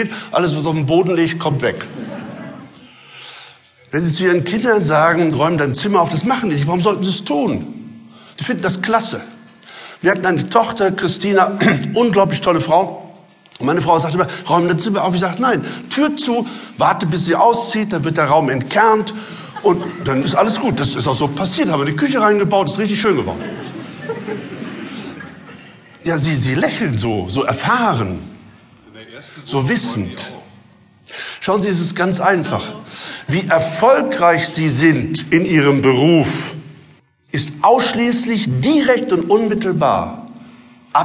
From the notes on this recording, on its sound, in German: Live Mitschnitt